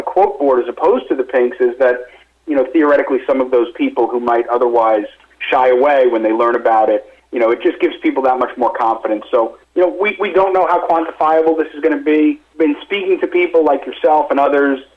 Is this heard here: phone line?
yes